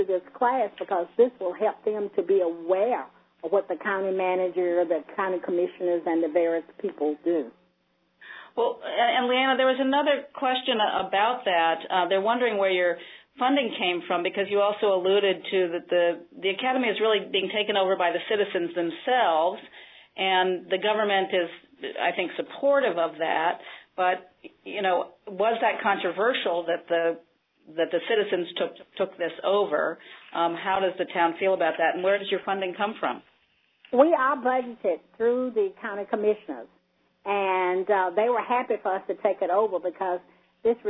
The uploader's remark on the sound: An hour-long conference call from June 11.